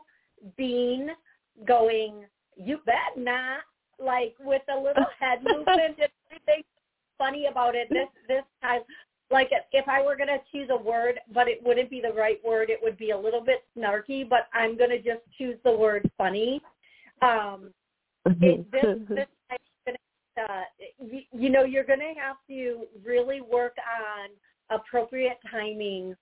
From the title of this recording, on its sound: LIVE CALL